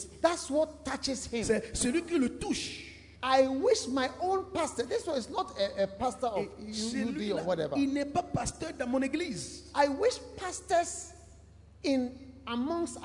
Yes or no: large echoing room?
yes